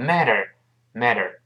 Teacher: 中间这个 t 读快之后会轻轻浊化一下，因为前面 i 后面 er 声带头震动嘛